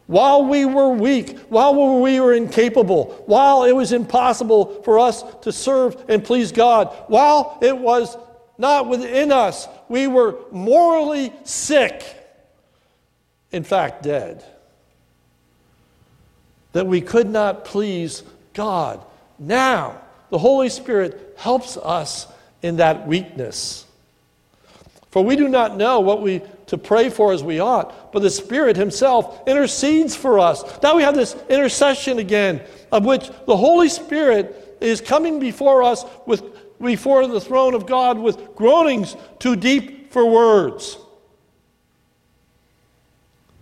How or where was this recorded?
large echoing room